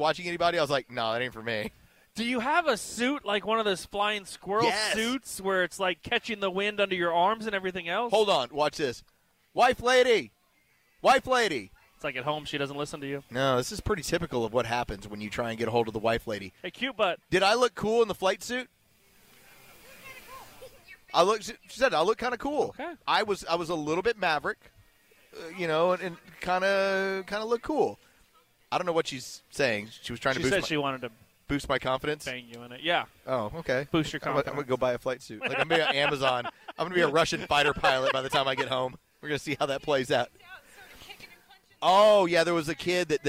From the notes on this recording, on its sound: LIVE from Good Game in The Battery.